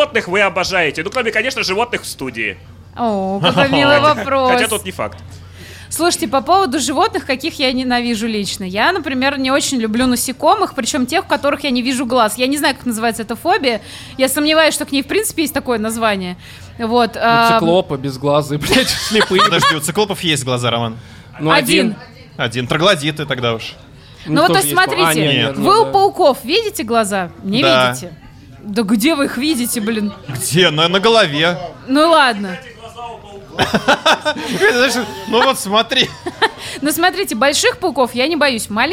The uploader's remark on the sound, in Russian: LIVE-запись со слушателями. 30 сентября в Москве прошла праздничная сходка слушателей подкаста «Животные в Студии», во время которой был записан сто девяносто шестой выпуск.